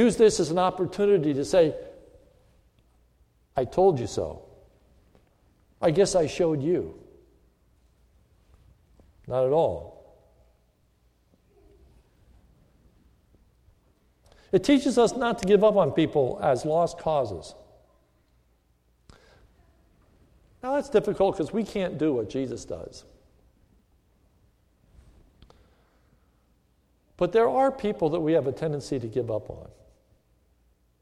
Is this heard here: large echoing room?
yes